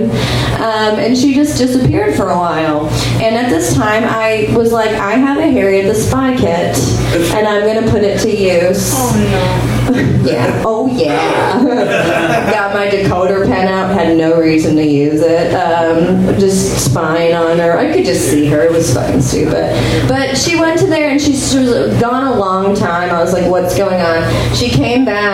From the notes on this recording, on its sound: Live from Genuine Joe's